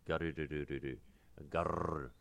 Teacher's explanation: It's occasionally realized as a trill, R, especially when conveying a vulgar nuance in speech. The phenomenon is called rolled tongue, makijita, in Japanese, and is usually transcribed by repeating katakana, ru.